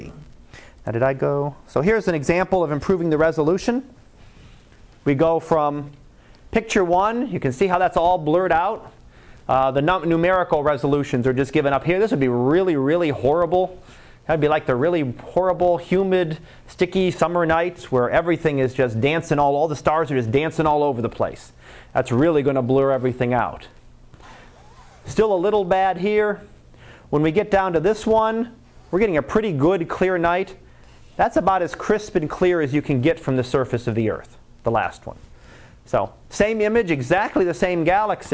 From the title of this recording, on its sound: Live Class Lecture